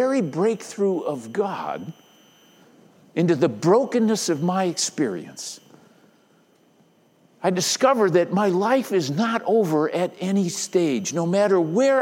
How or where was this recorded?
large echoing room